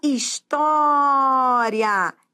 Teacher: Já história é paroxítona terminada em ditongo. É ditongo também, só que é ditongo crescente. Ó, eu vou da semivogal para vogal.